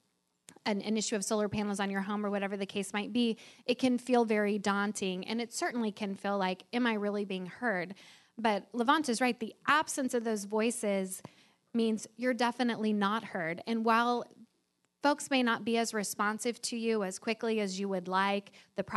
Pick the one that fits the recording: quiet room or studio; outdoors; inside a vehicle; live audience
live audience